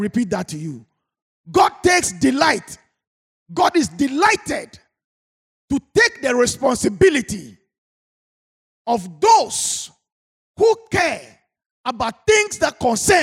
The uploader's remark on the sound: Sermon preached at CBC Shiashie Campus